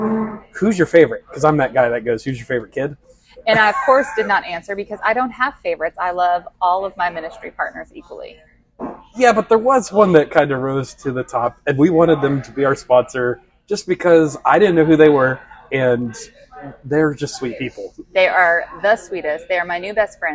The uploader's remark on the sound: Live from the KidzMatter Pro Lounge at KidzMatter Mega Con 2022.